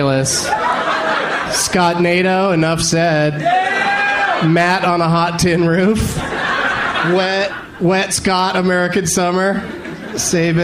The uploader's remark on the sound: Live from The Punchline Comedy Club in Atlanta.